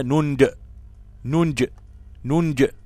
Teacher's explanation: ننجي دي موجودة بحذف الياء وإثبات الكسر تحتها في حالة الوصل وفي حالة الوقف التسكين المحض. فلما أقول ننجي أقلقل الجيم